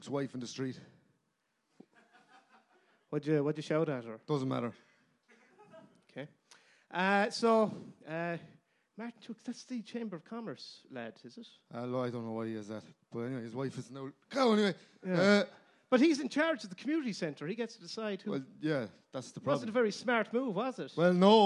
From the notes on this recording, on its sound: LIVE AT THE DUBLIN PODCAST FESTIVAL. Was performed in THE WORKMAN'S, DUBLIN. As part of the DUBLIN PODCAST FESTIVAL.